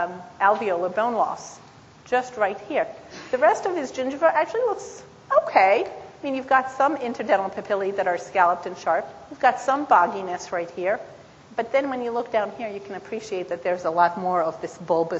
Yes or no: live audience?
yes